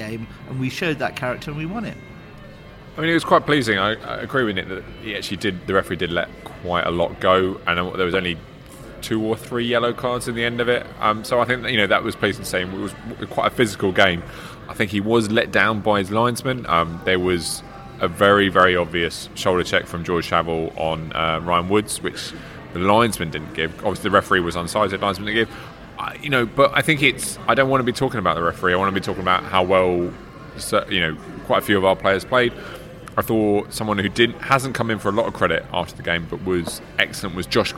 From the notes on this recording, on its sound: Sunderland Pre-Match Podcast from the Pub.